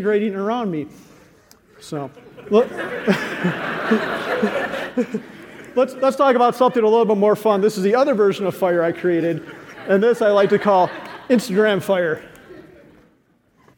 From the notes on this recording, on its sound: Today we’re sharing three talks given at the EconoMe conference.